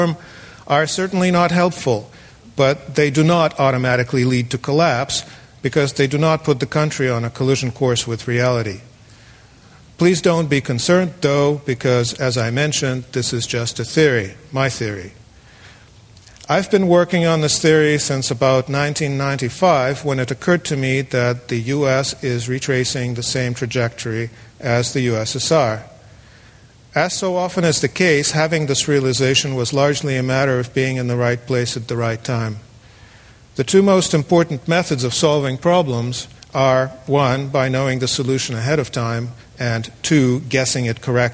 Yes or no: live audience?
yes